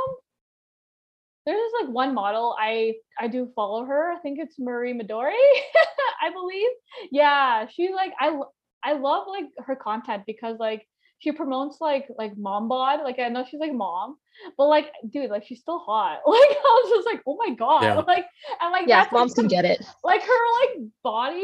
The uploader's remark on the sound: Podcast was recorded on Zoom.